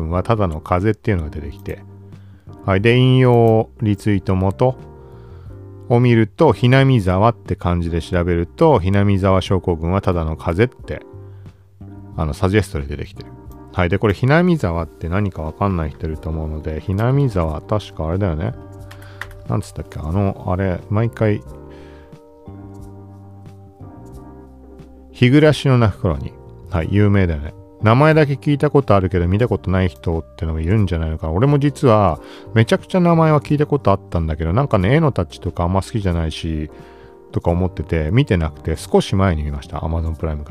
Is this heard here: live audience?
no